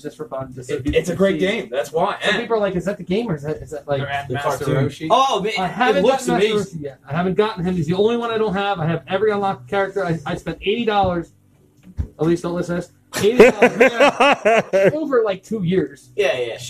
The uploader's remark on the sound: live from the Game N' DVD Exchange